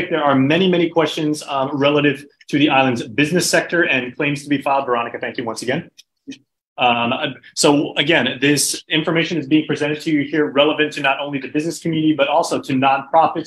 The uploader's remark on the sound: Disaster Recovery Virtual Workshop.